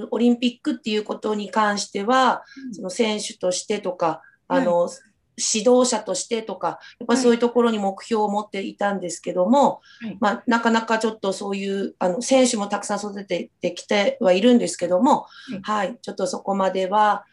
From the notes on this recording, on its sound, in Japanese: Zoomでお話を聞きました